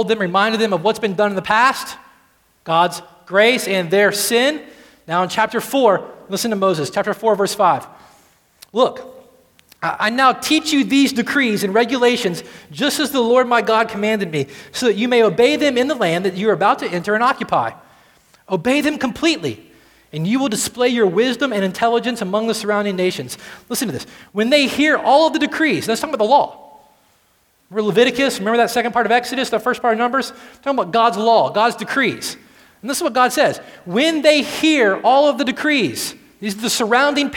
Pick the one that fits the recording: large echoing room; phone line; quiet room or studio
large echoing room